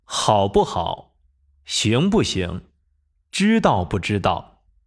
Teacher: 不加在词语中间的时候，将念作轻声